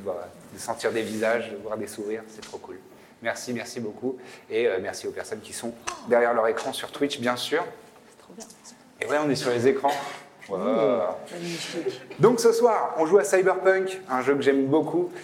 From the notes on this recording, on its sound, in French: Événement en public avec le Forum des Images, qui nous a accueilli·e·s dans sa plus belle et grande salle